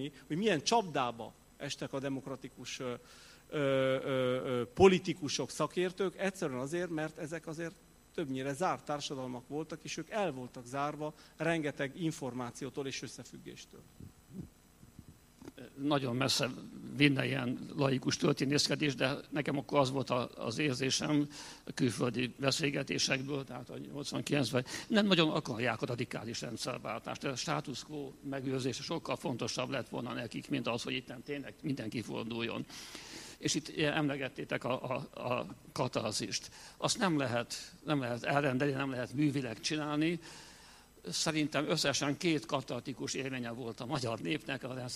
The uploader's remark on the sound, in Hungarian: Az Eötvös Csoport és a Társadalmi Reflexió Intézet 2018. Január 17-i "Múltfeldolgozás, ügynökügyek, emlékezetpolitika" című rendezvényének felvétele.